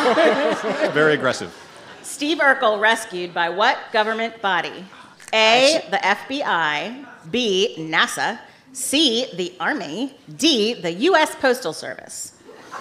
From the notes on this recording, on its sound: This episode was recorded live at the Bell House in Brooklyn.